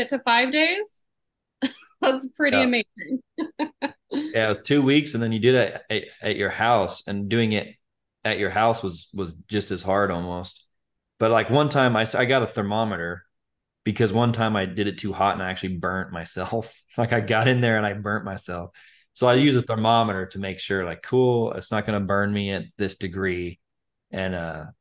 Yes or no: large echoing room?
no